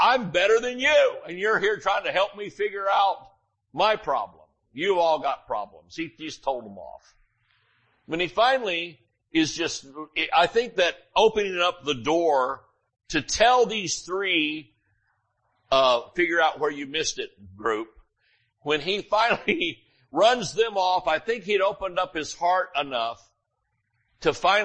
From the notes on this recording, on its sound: Sunday Morning Service